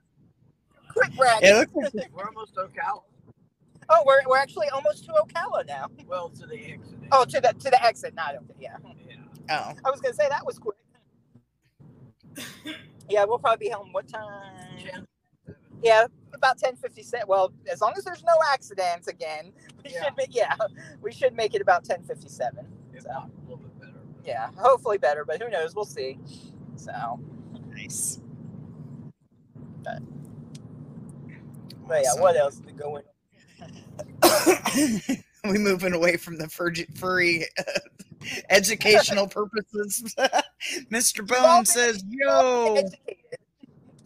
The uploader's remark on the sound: Was in a car on the highway (not driving) during a storm coming home from a con. Audio is kinda bad I tried to catch all times he wasn't talking.